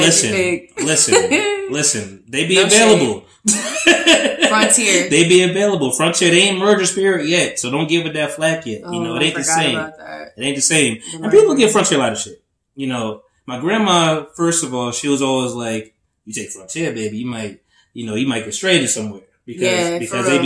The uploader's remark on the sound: Pardon the audio. It was stripped from the video. Microphones weren't cooperating well in this new setting.